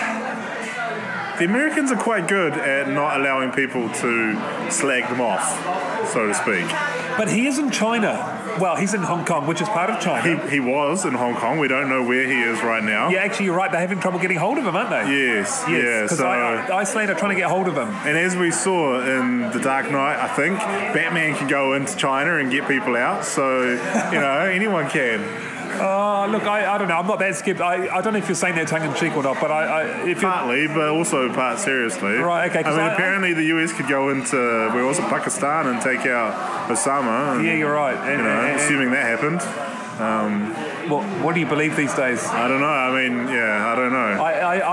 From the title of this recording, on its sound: Live from the Southern Cross Bar